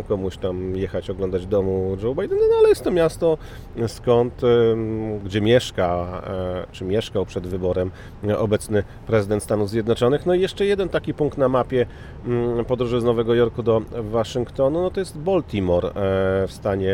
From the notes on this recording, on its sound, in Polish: Podcast z drogi, trasa : Waszyngton-Nowy Jork. Podcast został nagrany w samochodzie podczas podróży na tym odcinku.